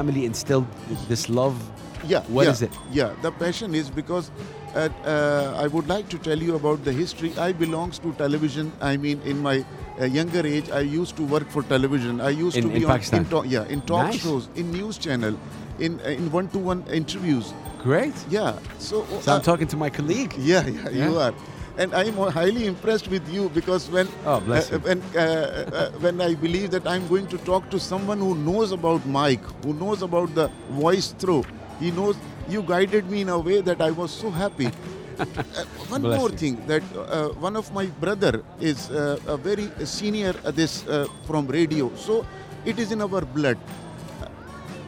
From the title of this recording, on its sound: Live from SIBF 2023